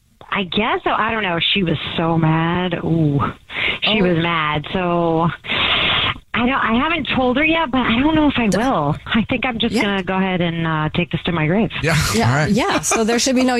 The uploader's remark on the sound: a listener on the phone